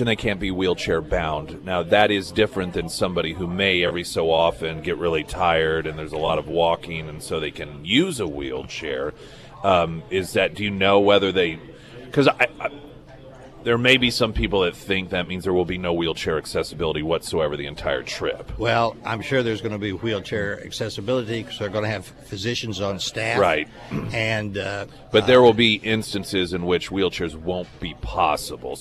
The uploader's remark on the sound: live at Scramblers Diner